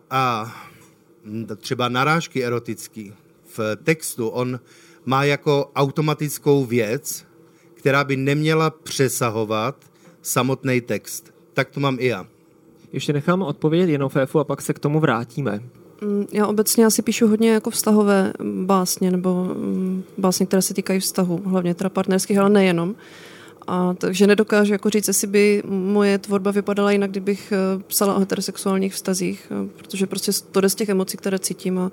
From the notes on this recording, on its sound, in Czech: Záložka se opět vydala do terénu, tentokrát na festival Prague Pride.